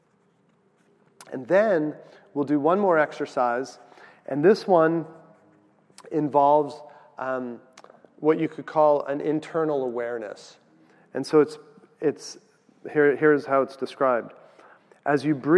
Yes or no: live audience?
yes